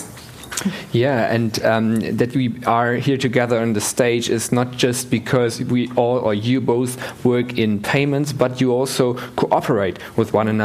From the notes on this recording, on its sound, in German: Digital Finance Conference der Bitkom. Panels vom #dgfin19.